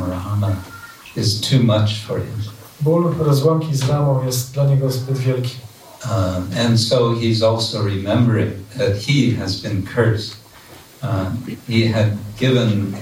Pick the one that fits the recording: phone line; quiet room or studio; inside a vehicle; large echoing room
large echoing room